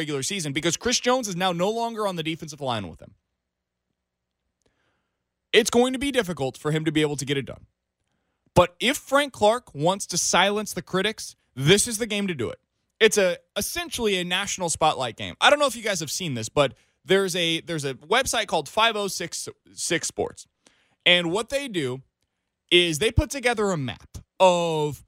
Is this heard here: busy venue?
no